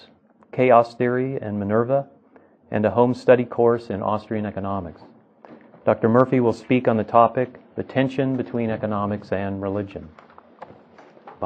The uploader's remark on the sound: From the 2006 Austrian Scholars Conference.